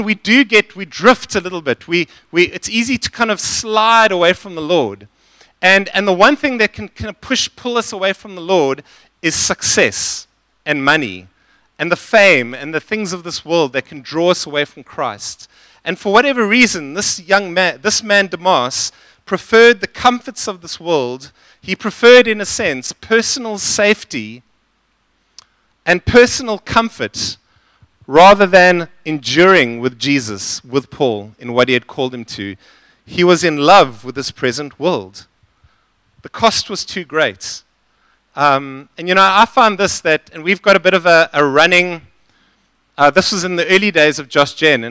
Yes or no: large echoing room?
yes